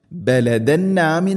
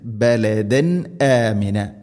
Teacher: تنوين ശേഷം ഹംസ ഇസ്ഹാർ വെളിവാക്കി ഉച്ചരിക്കണം. · Shown in: second take · ബലദന ആമിന എന്ന് പറയരുത്, ബലദൻ ആമിന.